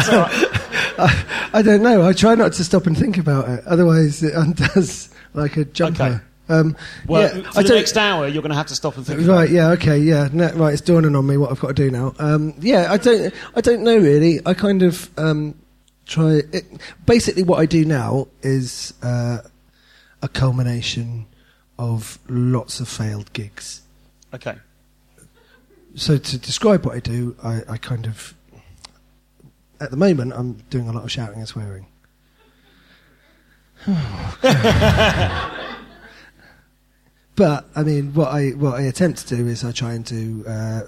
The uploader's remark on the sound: live from Dave's Leicester Comedy Festival